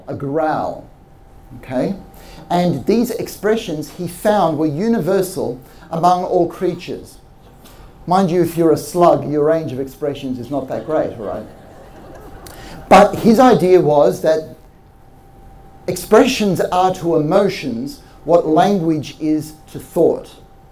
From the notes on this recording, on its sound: This episode is the recording of a live talk we did in 2019.